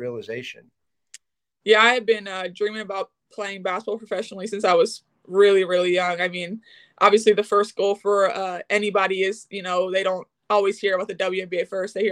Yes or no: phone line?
no